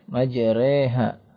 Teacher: Alif mumalah. yakni alif yang dibaca condong kepada huruf ya